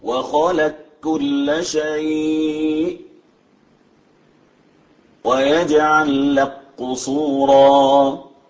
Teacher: إدغام القاف في الكاف والكاف في القاف